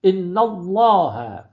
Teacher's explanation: ان الله فتحه قبلش تفخیم میکنیم، این سنته، یعنی از پیغمبر اکرم این نوع تلفظ آمده.